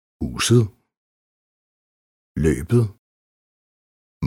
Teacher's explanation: I endelsen ET udtales T som blødt D.